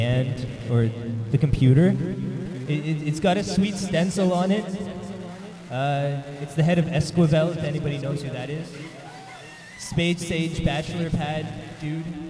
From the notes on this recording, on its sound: live set from the end of year birthday blowout at Pepperjacks in Hamilton.